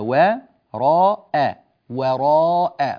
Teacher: كلمة وراء من الكلمات التي تحتاج إلى اهتمام في القراءة، ترقيق الواو وترقيق الهمزة